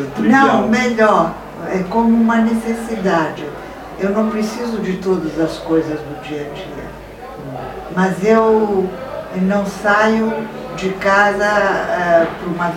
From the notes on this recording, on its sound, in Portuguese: Os três primeiros episódios foram gravados durante a Feira do Livro de Santa Maria-RS 2019